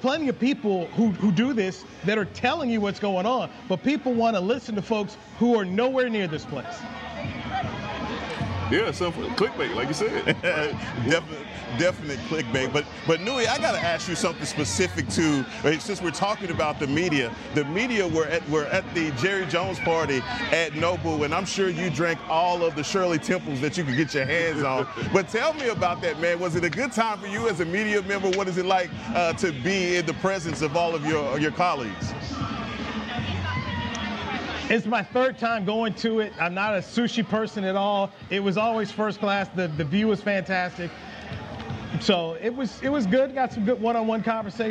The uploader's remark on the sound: Checks in live from Dallas Cowboys training camp.